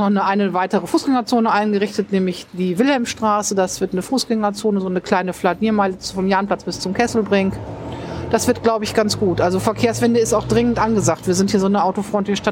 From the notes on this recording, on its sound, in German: Dieses Gespräch wurde Outdoor bei einem Gewitter aufgenommen. Am Anfang hört man Regen, später Hagel.